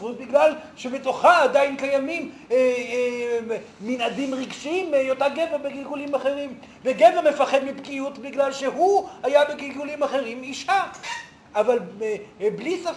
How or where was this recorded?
live audience